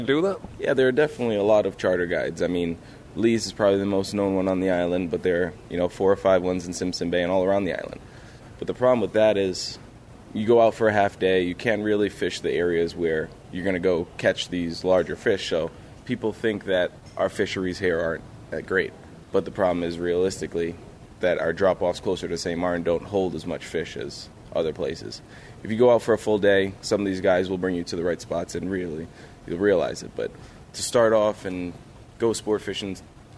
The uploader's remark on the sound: When I was given the chance to tour a vintage tugboat, I grabbed my microphone and jumped on board.